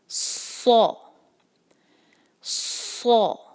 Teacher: صاد کی آواز بھاری، سین کی طرح ادا نہیں کرنا